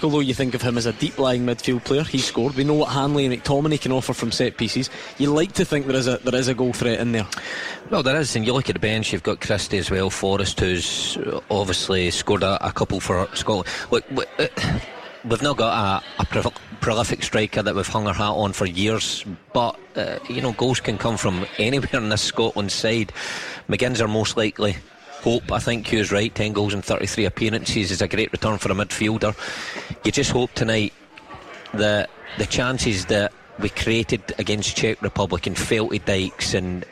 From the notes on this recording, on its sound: live from Scotland HQ at Drygate Brewery